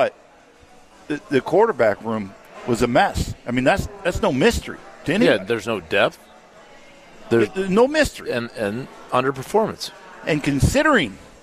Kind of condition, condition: setting, busy venue